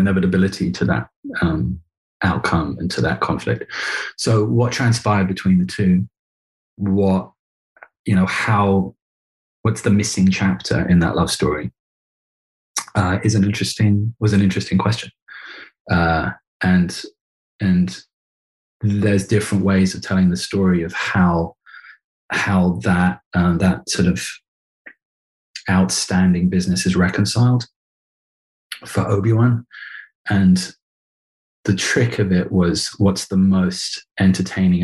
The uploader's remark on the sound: sits down across Zoom with the show's director